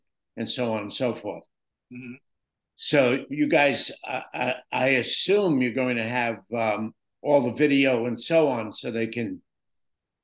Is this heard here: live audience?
no